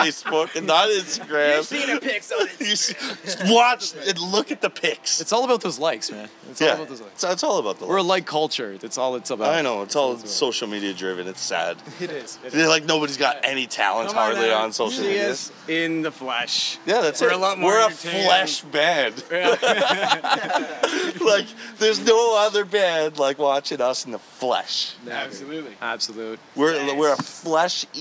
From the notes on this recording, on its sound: Live from HitsFest in Uxbridge